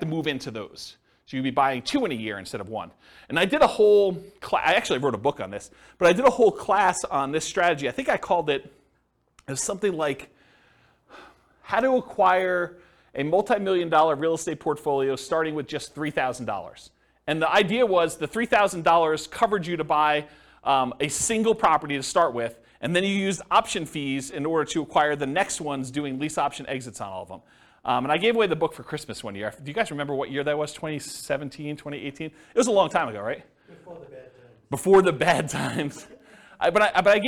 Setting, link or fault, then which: setting, live audience